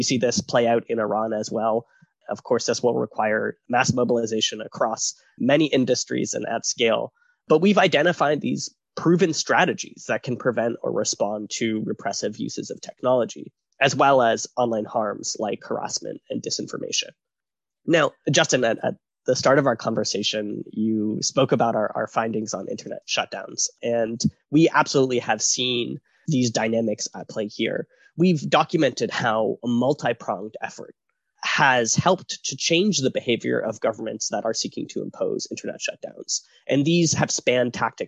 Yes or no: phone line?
no